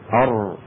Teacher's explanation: لما بنطق الراء كلنا نعلم بأن اللسان يتقعر قليلا، مثل اللسان يصير هيك أر يتقعر.